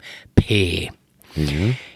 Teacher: ezt nevezzük hehezetesnek, ugye egy kis H